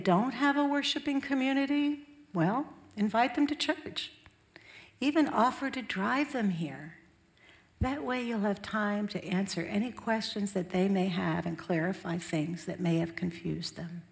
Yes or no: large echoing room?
yes